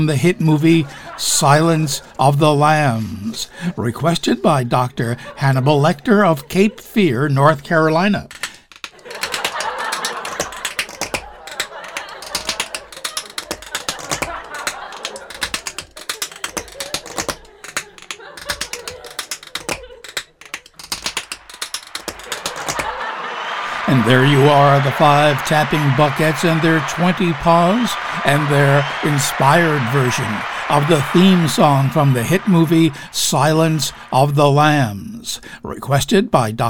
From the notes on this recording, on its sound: Live from the Stranded Theater in New York City.